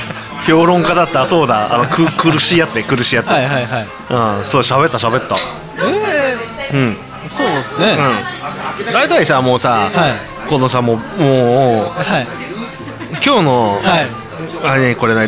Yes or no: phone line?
no